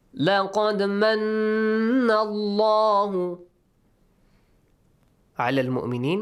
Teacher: What if we don't have a kasra, we have a fatha or a dhamma right before the word Allah. How do we pronounce the word Allah? Heavily. Heavily, with an aw sound.